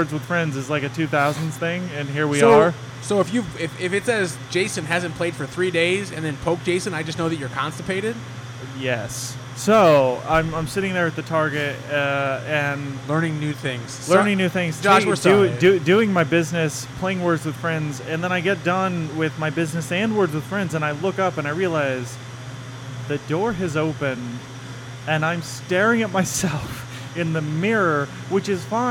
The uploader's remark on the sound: on location at Round Town Brewery